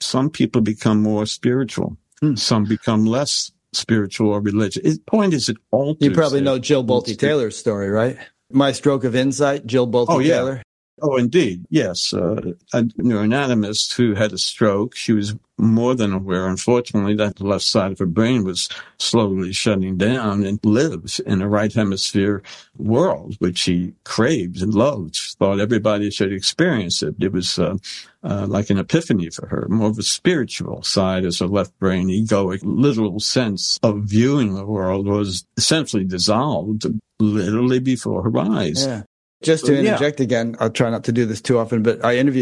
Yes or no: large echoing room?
no